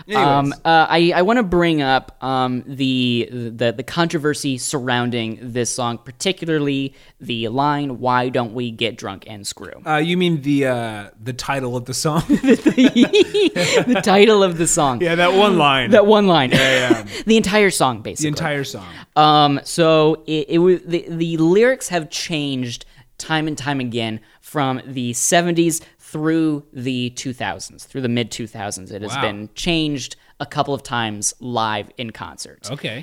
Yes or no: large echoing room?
no